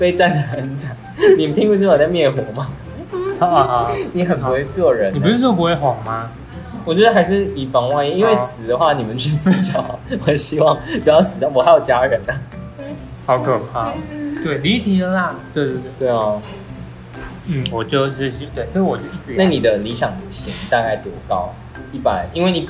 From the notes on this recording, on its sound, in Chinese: 很臨時在吃飯的餐廳突然錄音，收音很糟。